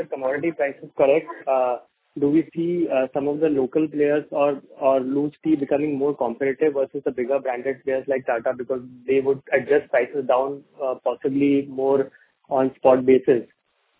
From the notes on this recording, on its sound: Audio recording of result discussion/conference call for quarter ended September 2021.